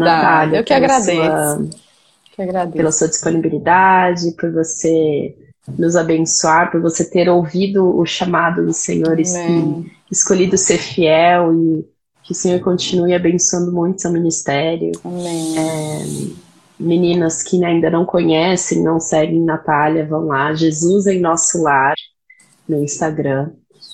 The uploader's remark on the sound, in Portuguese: uma live no seu Instagram